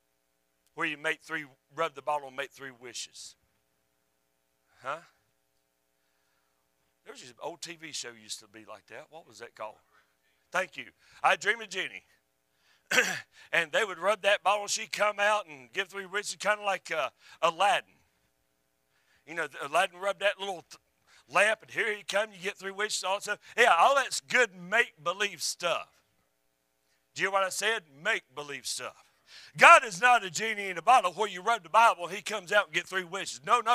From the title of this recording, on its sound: A Message I Preached at a Supporting Church Recently